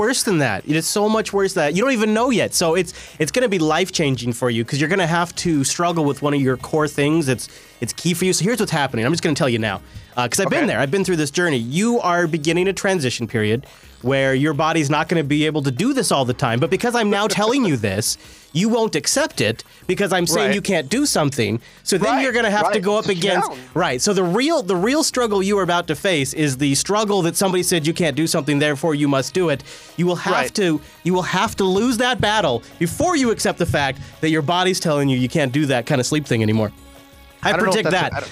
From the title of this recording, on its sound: Live from SCaLE 15x